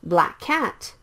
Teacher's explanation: the same K sounds. So you can skip one of the K sounds